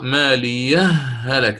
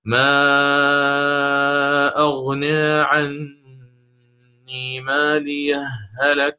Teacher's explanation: عندي هاء ساكنة وبعدها هاء متحركة، هذا إدغام متماثلين